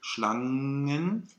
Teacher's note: wo wir einen reinen NG-Klang haben und den nicht separieren, sondern wir haben wirklich Schlangen.